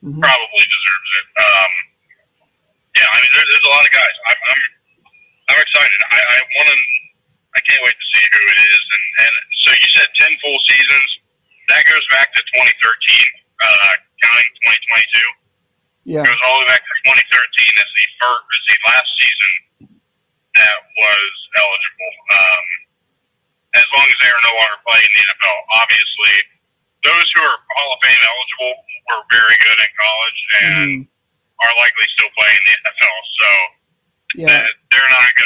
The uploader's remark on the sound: (via phone)